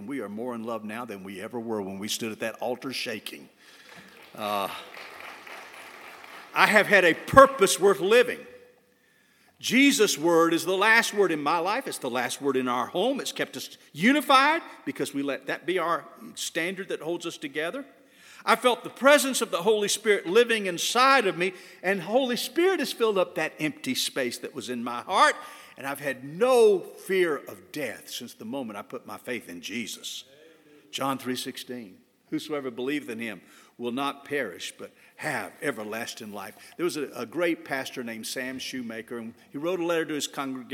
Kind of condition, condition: setting, large echoing room